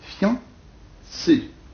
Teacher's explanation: il ne faut pas prononcer un i, mais on prononce un iode, fian, une seule syllabe